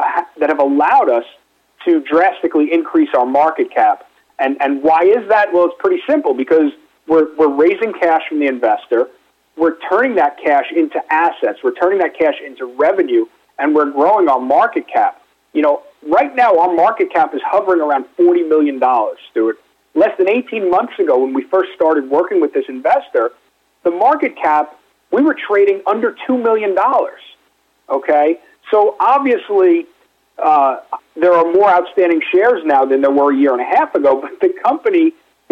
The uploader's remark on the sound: called in to SmallCapVoice